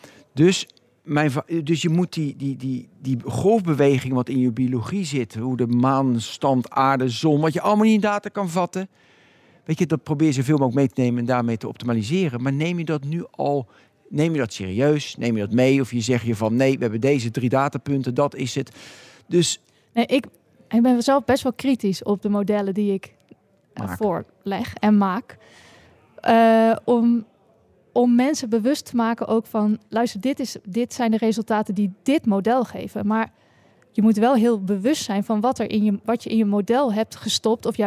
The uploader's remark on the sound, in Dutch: Live vanuit Papendal, op het evenement van OneXillium.